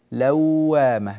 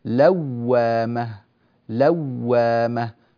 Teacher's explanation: هذه الواو المشددة موطن من مواطن النبر والضغط · Shown in: second take · التي ذكرها المتقدمون واعتنوا بها.